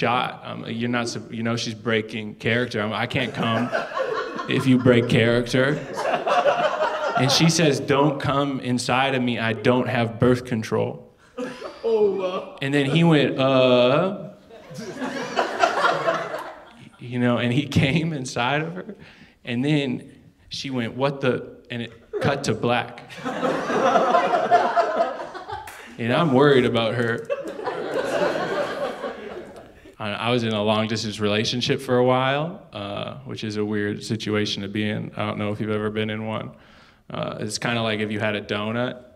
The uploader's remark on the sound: stand up from the Just For Laughs Festival in 2019